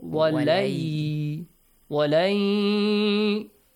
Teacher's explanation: Merge the sound of Noon to Ya, it will be changed to double Ya. · Term: Idgham